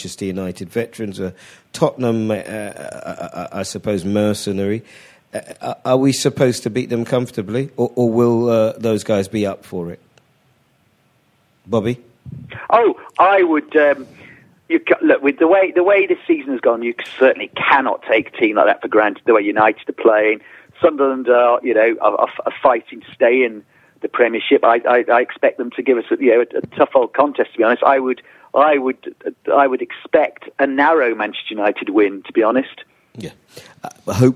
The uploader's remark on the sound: In the studio. On the phone.